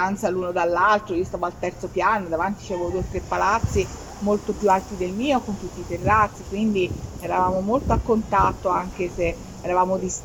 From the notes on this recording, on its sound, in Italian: LIVE dall'Aperivintage!